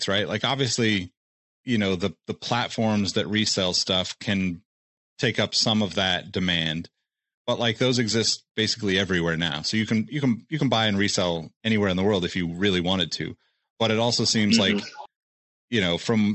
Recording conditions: video call